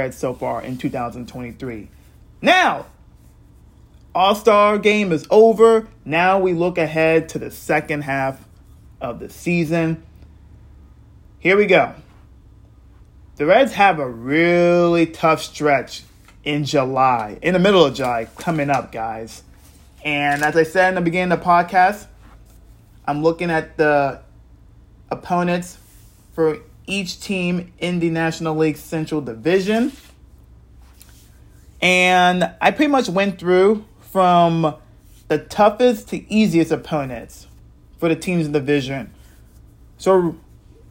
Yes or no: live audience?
no